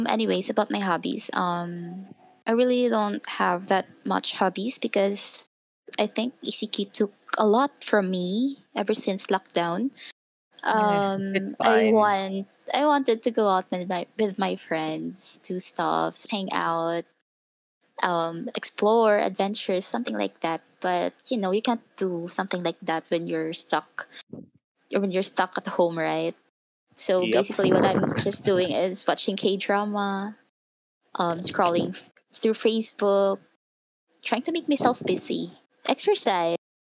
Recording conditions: drop-outs